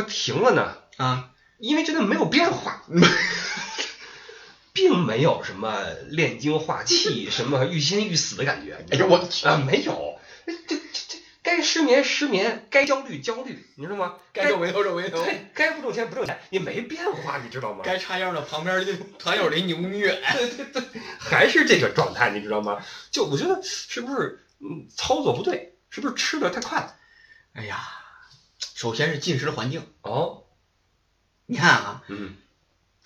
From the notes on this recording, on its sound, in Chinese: 本期备用话筒录音，音质多担待。